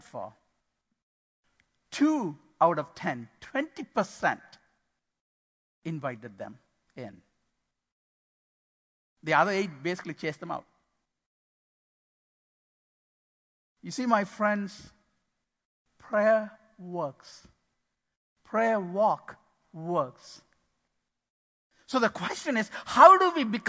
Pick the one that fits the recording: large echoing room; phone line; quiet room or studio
large echoing room